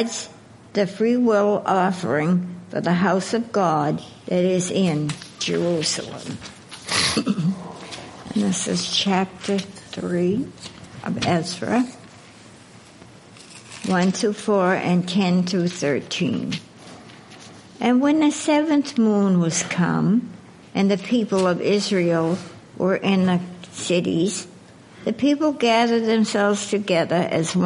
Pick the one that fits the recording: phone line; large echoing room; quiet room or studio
large echoing room